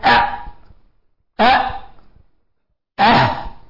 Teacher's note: فأبعدها مخرجا من النون الساكنة والتنوين الهمزة والهاء، وهذه تخرج من أقصى الحلق، لأن الحلق له 3 مخارج.